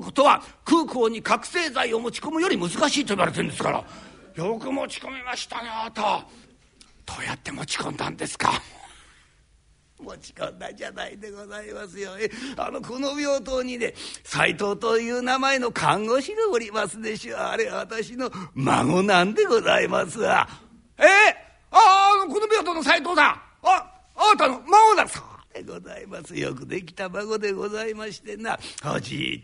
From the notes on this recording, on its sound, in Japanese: ２０１５年１月１６日に築地本願寺・ブディストホールにて収録した。築地本願寺・ブディストホールにて収録した創作落語。